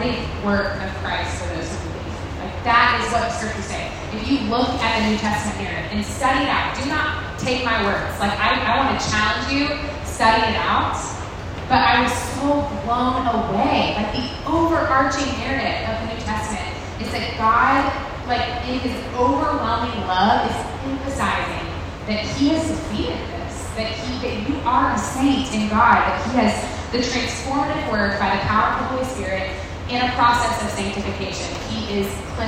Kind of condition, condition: fault, poor sound quality